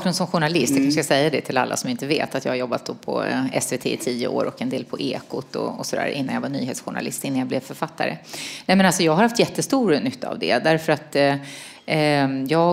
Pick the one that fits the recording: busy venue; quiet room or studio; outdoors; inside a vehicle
busy venue